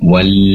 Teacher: Kemudian alif lam ataupun lamnya wal, pastikan lam disempurnakan sifat inhirafnya, kecenderungan lam pada huruf nun. Wal, durasi penempelan lidah depan ke langit-langit lebih lama ditempelkannya agar tertunaikan sifat inhirafnya